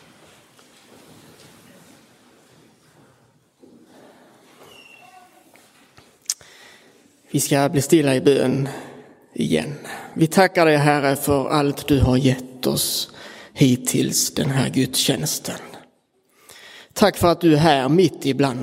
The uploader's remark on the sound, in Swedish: Inspelad i Roseniuskyrkan den 23 april 2023